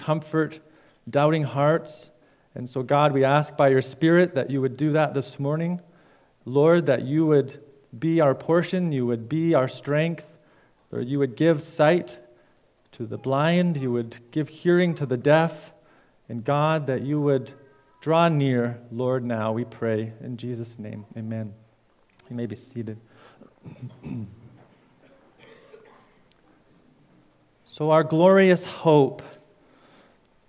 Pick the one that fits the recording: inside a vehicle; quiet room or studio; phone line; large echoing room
large echoing room